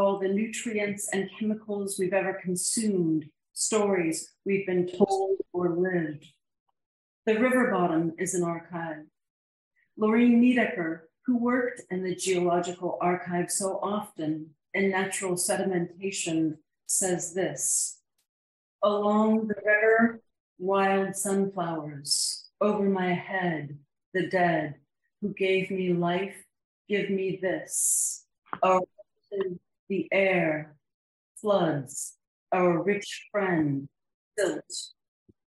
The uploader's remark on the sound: City Lights in conjunction with Naropa University and Nightboat Books present. This event was originally broadcast via Zoom.